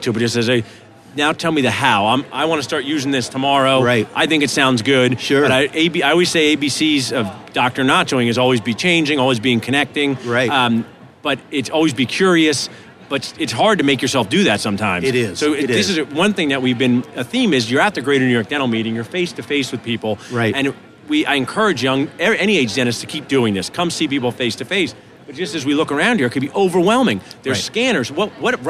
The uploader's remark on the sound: Live from the Benco booth at the GNYDM 2019